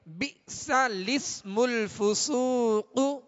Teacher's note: لام سے پہلے والا حمزہ اور دوسرا حمزہ یہ دونوں حمزہ جو ہیں نہیں پڑھیں گے، بلکہ یہ جو زیر ہے یہ لام کے نیچے ہے، · Term: صورت نقل حرکت